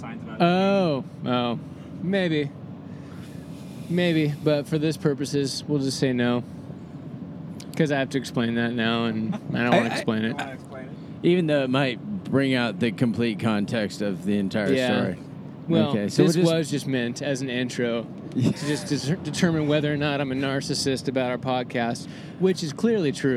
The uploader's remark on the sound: Recorded on a brief road trip to Arizona!